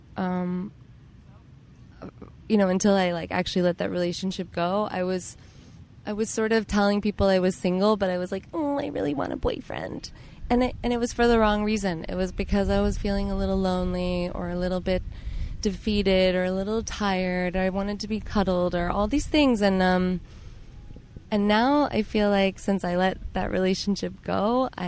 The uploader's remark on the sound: was recorded in the heart of New York City, Central Park!